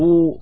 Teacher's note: الجيم من حروف الجهر، ويتصف بالشدة أيضا والقلقلة